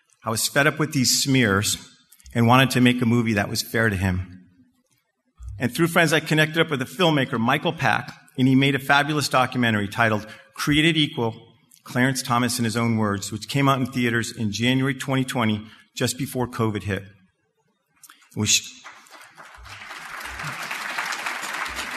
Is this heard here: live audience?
yes